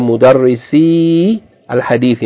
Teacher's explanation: the long vowel in mudarrisi, when it is connected to hamzatul wasl, as in alif lam or other than that, yani it's pronounced as a short vowel